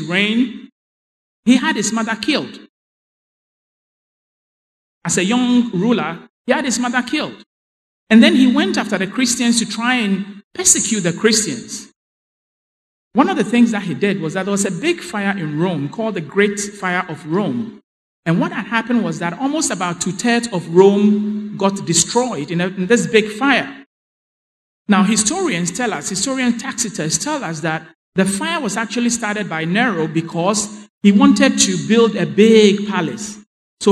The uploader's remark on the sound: Sermon preached at CBC Adabraka Campus